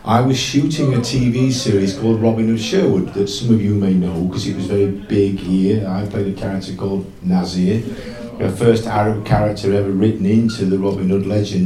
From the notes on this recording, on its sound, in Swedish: Livepod Retcon 2023. Stor lokal med många deltagare så ljudet är inte det bäst.